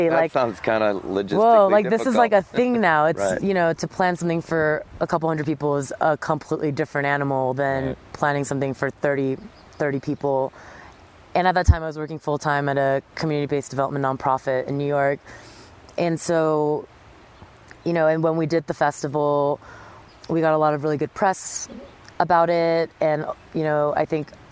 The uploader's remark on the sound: I sit down beside the Popo Agie River in Lander, Wyoming at the International Climbers Festival